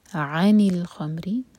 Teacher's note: عنی دو syllable والا ورڈ، تو عین پر زور دے کر پڑھیں گے